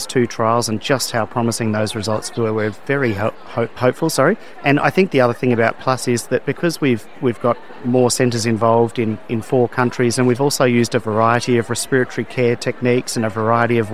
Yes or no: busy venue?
yes